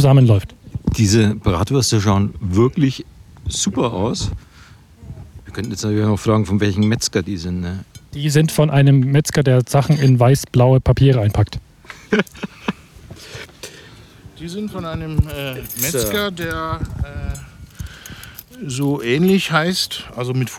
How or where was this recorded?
outdoors